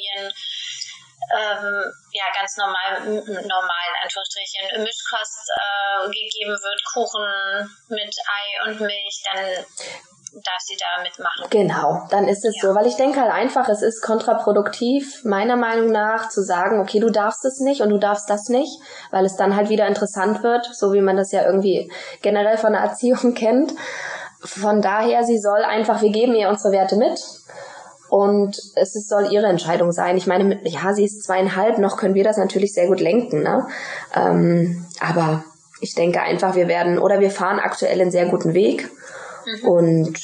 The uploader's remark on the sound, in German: Bitte entschuldige die Tonqualität in dieser Folge! Leider hat mich mein Mikrofon in dem Interview verlassen.